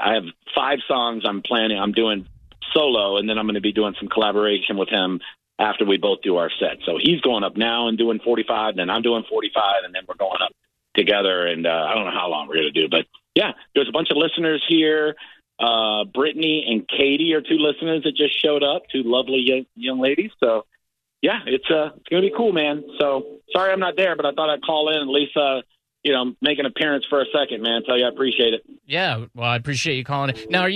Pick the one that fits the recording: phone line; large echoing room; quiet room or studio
phone line